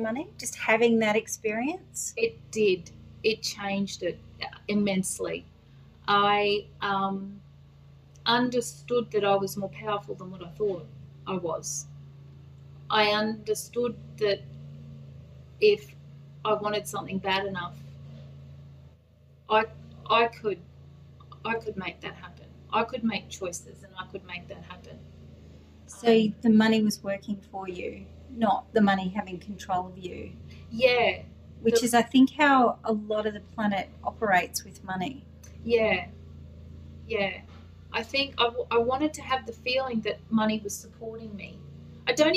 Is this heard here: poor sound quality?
yes